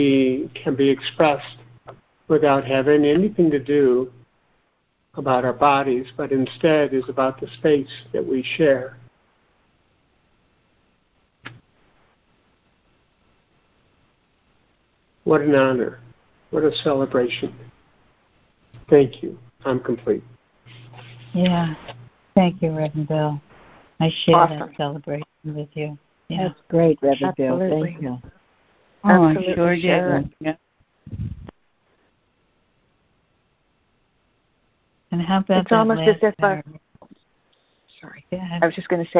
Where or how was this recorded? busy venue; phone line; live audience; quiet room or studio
phone line